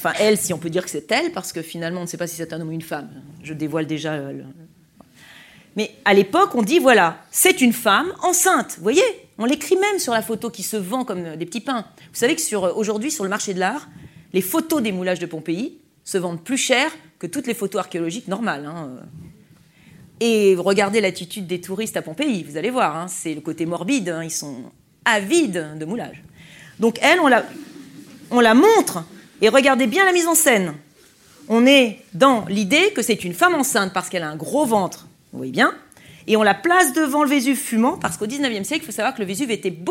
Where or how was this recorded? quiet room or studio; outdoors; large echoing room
large echoing room